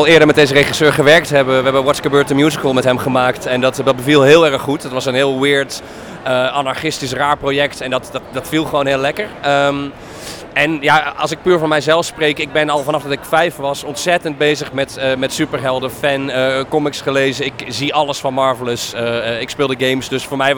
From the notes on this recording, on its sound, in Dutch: De Supercast is terug met een Dutch Comic Con-special! Ik was als razende reporter aanwezig op de winter-editie van Dutch Comic Con in Utrecht en heb er de nodige interviews opgenomen.